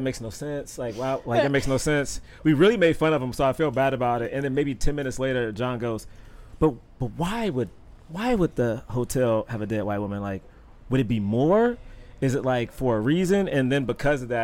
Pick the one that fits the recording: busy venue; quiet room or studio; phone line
busy venue